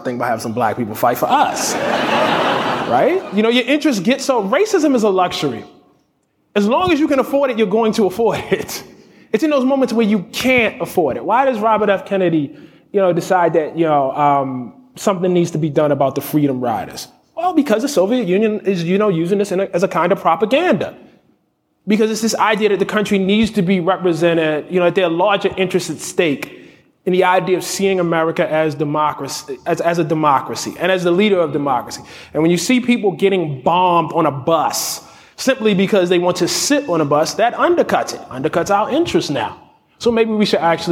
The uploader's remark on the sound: Recorded in front of an audience at South by Southwest in Austin.